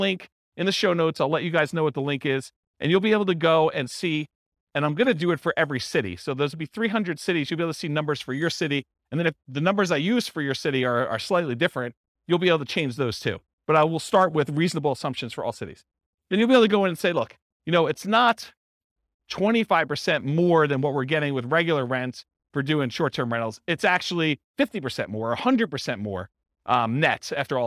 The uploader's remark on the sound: This was a live class recorded